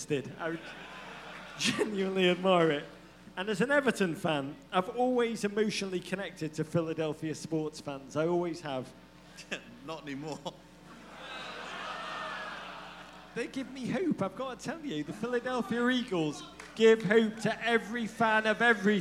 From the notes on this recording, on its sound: USWNT World Cup Pod Live in Philadelphia.